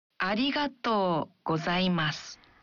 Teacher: Dalam mengucapkan arigato, bunyikan vokal o dalam to. Satu ketuk lebih panjang.